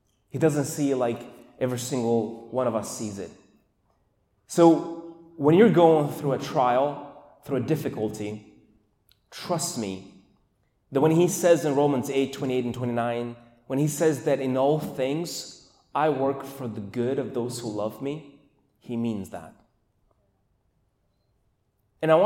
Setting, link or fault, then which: setting, large echoing room